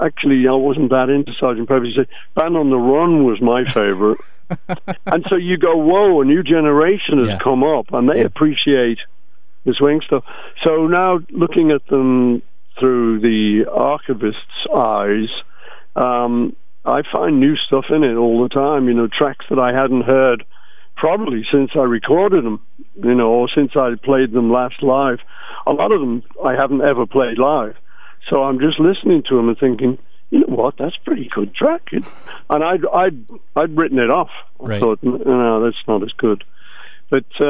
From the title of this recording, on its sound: On The Phone